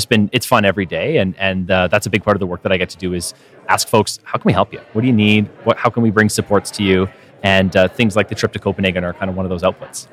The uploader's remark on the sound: From the conference floor at the VRCA Construction Leadership Forum 2023.